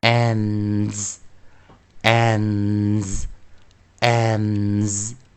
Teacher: 最后念 z 啊，浊化浊浊音啊，浊辅音